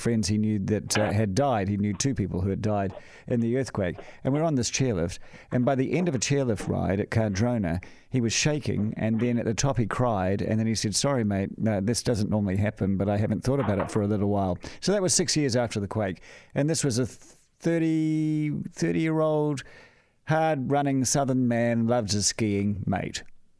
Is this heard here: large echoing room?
no